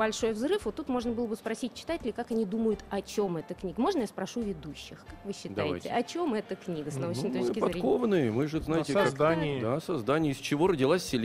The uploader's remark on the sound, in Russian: специальный выпуск шоу "Хочу все знать" с Московской международной книжной выставки-ярмарки на ВДНХ